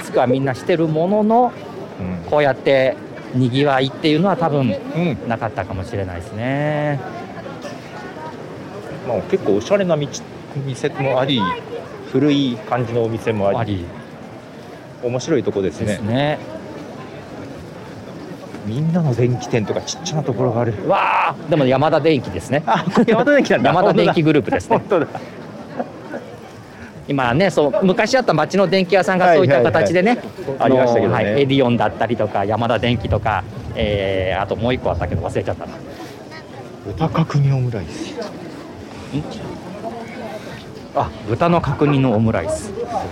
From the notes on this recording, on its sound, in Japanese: 初めての対面収録です。覚王山の日泰寺参道で行われる「覚王山春祭2023」を歩きながら収録しています。